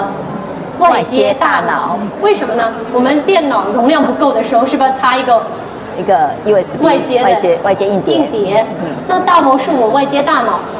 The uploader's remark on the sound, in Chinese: 在2023台北國際書展座談會上。在佛光山攤位舞台上。